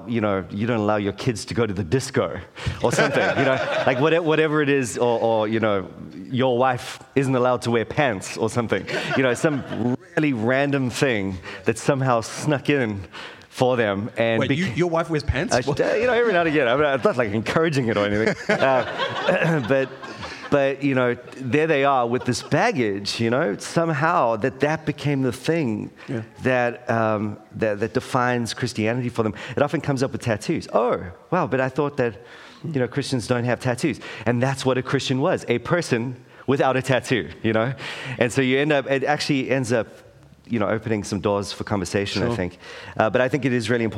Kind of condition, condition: setting, busy venue